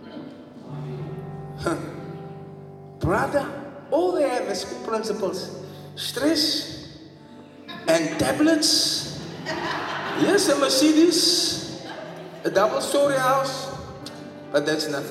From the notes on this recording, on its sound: Preached at the Bethel Assembly of God Church in Sydenham, Durban-South Africa